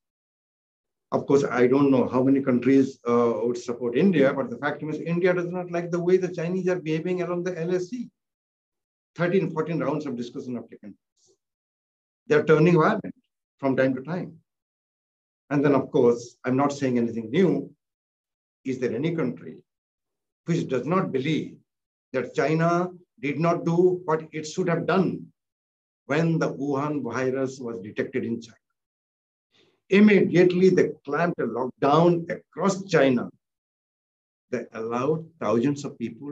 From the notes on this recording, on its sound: Platform: Zoom and Facebook Live